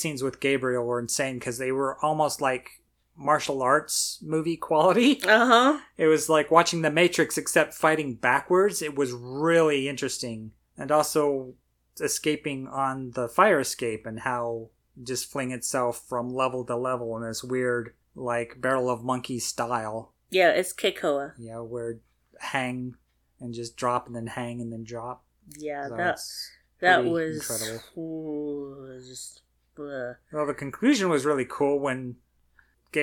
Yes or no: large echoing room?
no